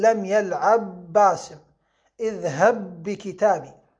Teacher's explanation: نقول لم يلعب باسم، أو اذهب بكتابي، كما في قوله تعالى تدغم الباء باء يلعب في باء باسم فصير حرف واحد · Term: الإدغام